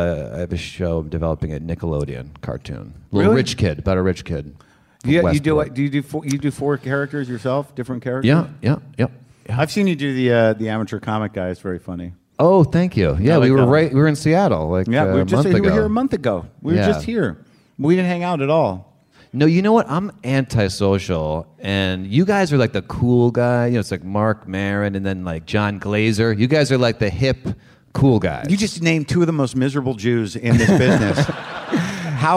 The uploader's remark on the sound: Live from Bumbershoot 2013 in Seattle.